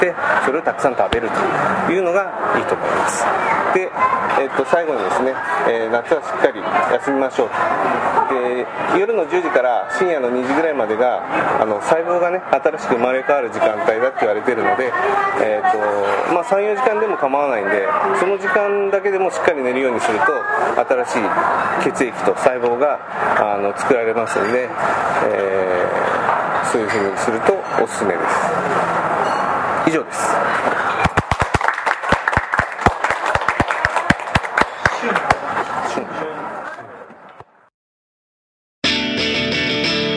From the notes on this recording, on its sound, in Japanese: カルビ屋大福 柏の葉店にて収録。カルビ屋大福 柏の葉店にて収録。